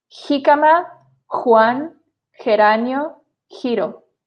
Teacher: The letter J sounds like a very rough H in the word hot. And so does the letter G when paired with E and I.